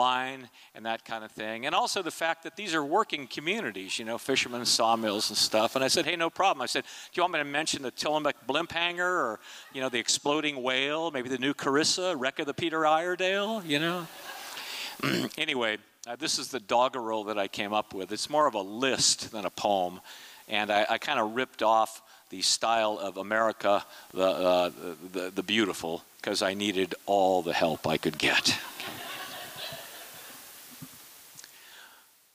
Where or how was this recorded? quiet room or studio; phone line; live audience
live audience